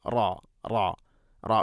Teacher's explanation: വളരെ ശ്രദ്ധിച്ചുകൊണ്ടായിരിക്കും തക്രീർ ഇങ്ങനെ കൂടുതലുണ്ടാകും. തക്രീർ എന്ന് പറഞ്ഞാൽ പിടക്കൽ, നാവിൻ്റെ ആ ഒരു പിടപ്പിക്കൽ കൂടുതലുണ്ടാവാൻ പാടില്ല